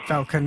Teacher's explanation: The vowel sound is in between an A and an E.